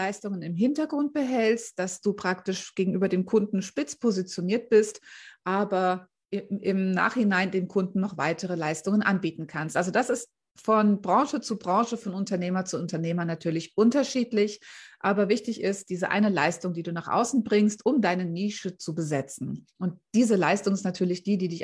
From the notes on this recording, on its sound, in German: Mitschnitt aus einem Live Q&A aus meiner Facebookgruppe "Business-Helden"